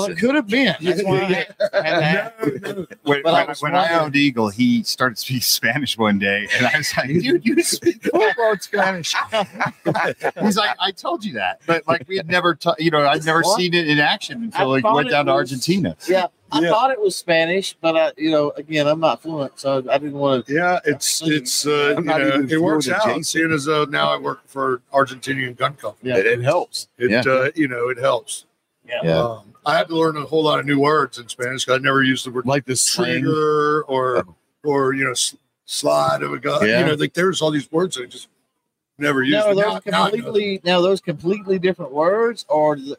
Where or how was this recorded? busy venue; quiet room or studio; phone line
busy venue